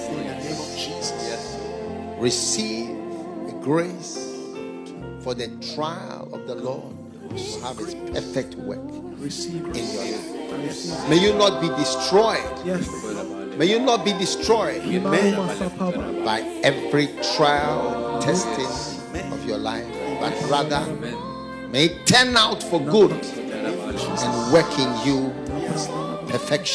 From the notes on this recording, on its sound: Preached at the FLOW Church.